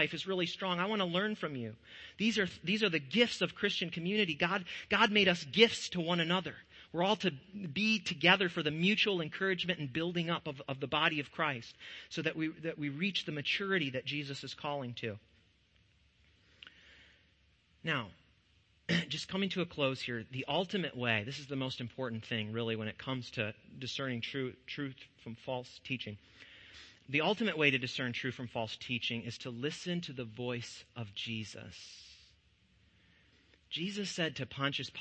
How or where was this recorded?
large echoing room